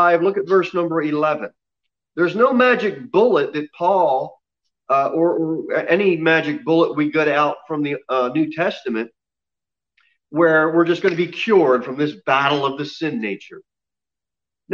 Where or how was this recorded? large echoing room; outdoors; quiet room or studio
large echoing room